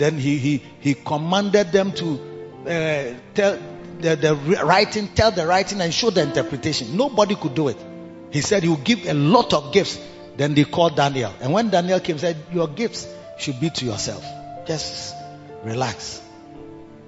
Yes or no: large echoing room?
yes